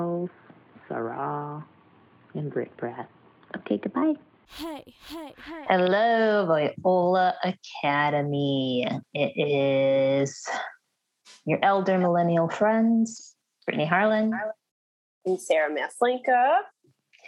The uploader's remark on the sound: we were asked to come in (Zoom-style)